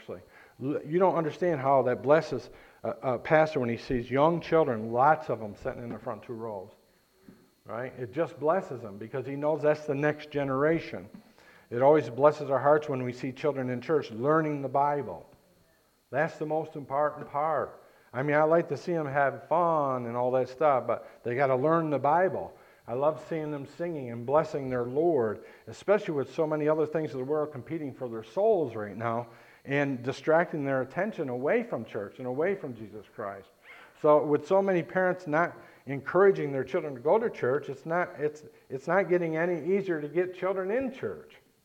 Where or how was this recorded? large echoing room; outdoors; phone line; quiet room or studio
large echoing room